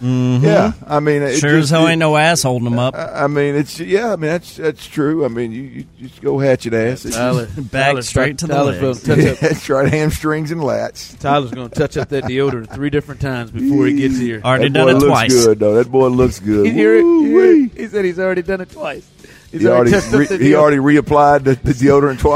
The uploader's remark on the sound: THE DRIVE is LIVE from the Red Carpet!